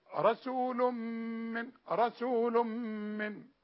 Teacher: التنوين بتاع رسول ده تنوين اهو، رسول النون هي زائدة، ويجي بعدها الميم، يبقى ندغم ادغام كامل بغنة